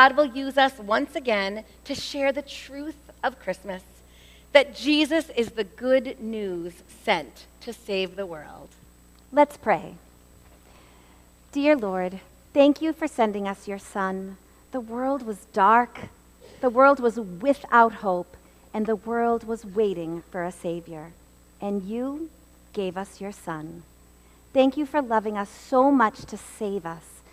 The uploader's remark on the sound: LIVE Episode. This episode was recorded on Sunday, September 17, 2023 at First Baptist Church in Reading, MA.